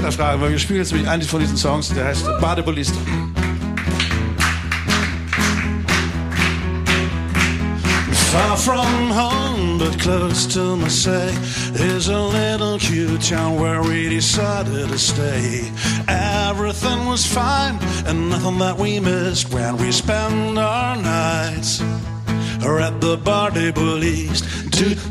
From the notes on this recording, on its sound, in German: Live-Podcast vom Fury-Fan-Abend. Den ganzen Abend mit Unplugged-Songs begleitet.